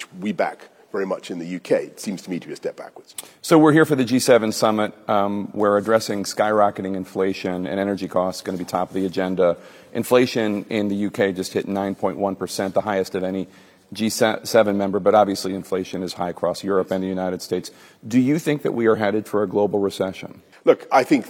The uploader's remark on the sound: live from the G7 Summit in Krun, Germany